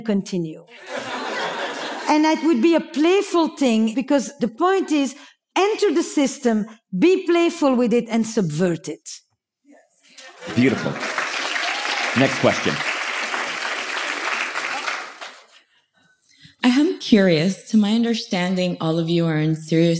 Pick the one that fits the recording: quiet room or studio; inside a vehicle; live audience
live audience